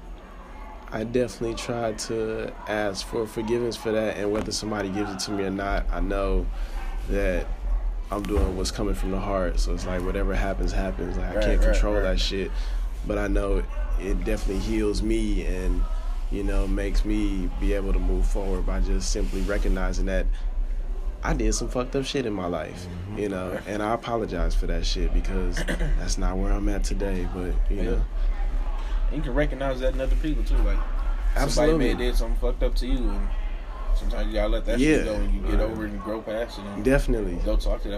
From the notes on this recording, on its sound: In this episode we are coming live from New Orleans at Xavier University of Louisiana’s homecoming.